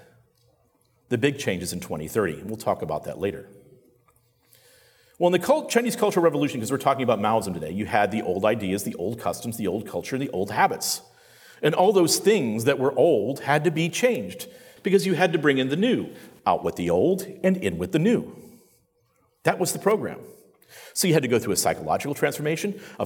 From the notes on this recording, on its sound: During my introductory address at the With Liberty and Justice for All conference.